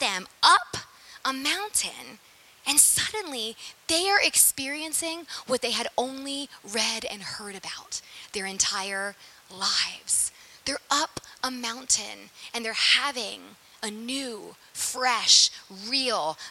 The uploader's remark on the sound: Sermon preached at St Peter the Fisherman, NSB on 19FEB2023.